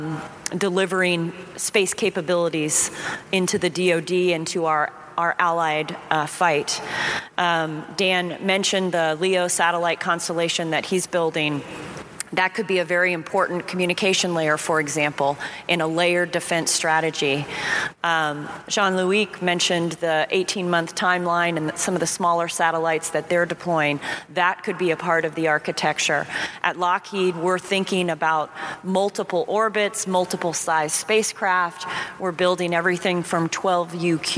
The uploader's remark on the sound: A special podcast from the International Astronautical Congress in Washington. We’ve edited the recording removing individual introductions to keep the podcast within a reasonable length.